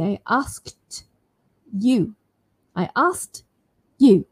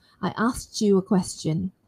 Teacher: When the T sound is followed by a Y sound, the Ch sound is produced. · Shown in: second take